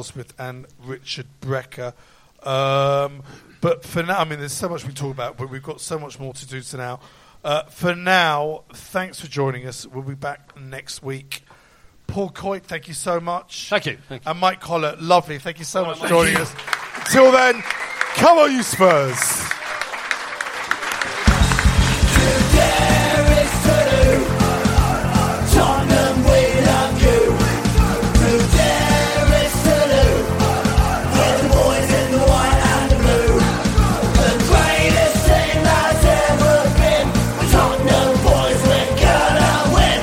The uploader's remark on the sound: on the first #SpursShowLIVE of the year, exclusively with an audience of Spurs Show Season Ticket holders